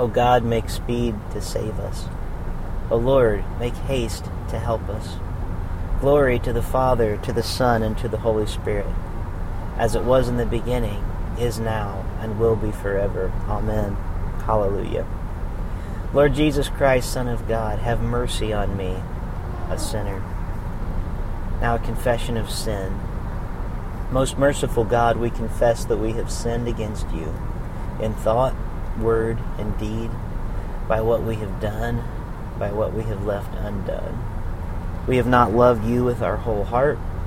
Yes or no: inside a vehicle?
yes